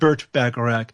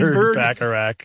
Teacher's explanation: a famous name that has an unvoiced T sound in it, but also a clue to the name if you voice the T into a D